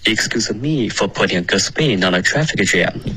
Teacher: Excuseme，你的 use 要加重音